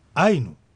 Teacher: 必ずアイというのがアクセントの位置です